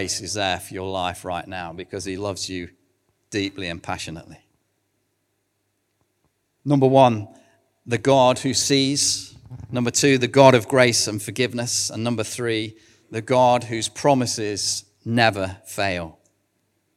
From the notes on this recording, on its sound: recorded at One Church Central